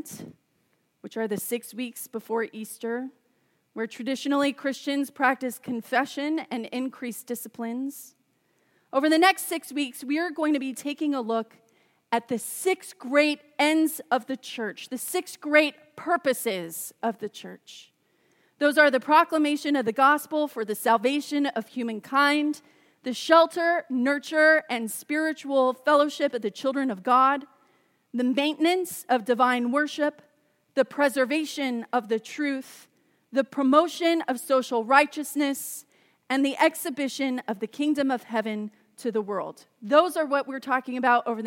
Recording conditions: large echoing room